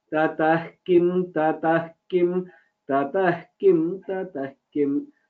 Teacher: that visarga plus ka will become half visarga. Tatah kim, tatah kim, tatah kim, tatah kim.